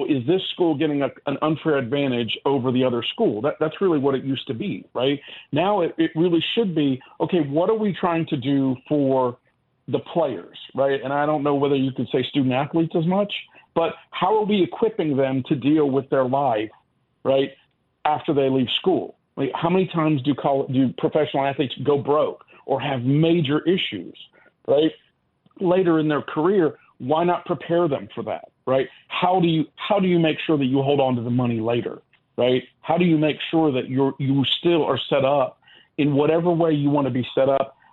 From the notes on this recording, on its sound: of course we take more of your phone calls.